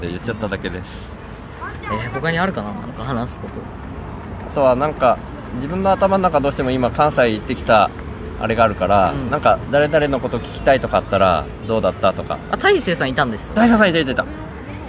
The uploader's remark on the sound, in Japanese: 関西からの帰りに広島で。公園でダベるの図。